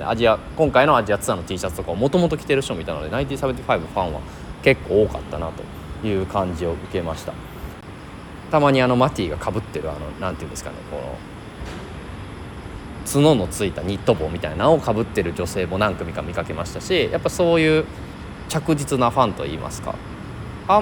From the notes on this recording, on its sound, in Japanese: フジロック前週にマレーシアにて開催されたGood Vibes Festivalで現地収録を実施。1日目終了後に緊急収録。